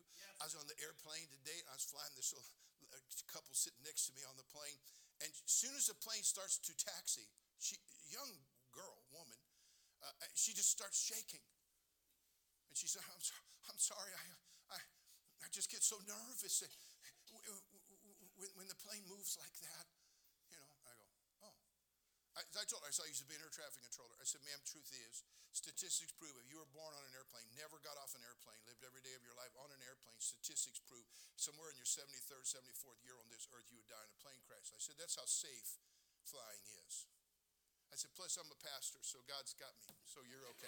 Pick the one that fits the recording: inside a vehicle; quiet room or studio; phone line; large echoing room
large echoing room